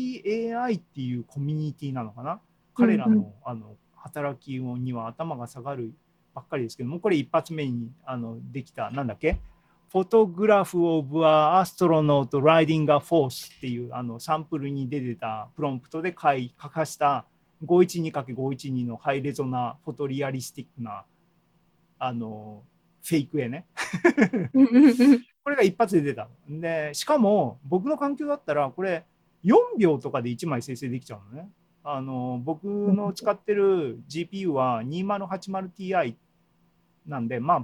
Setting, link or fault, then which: link, video call